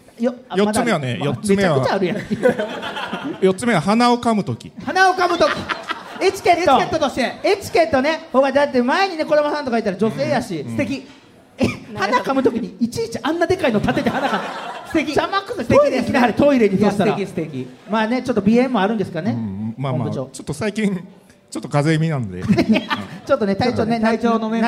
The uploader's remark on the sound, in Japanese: 京セラ本社に来ちゃいましたスペシャル。京セラで出張公開収録やりました！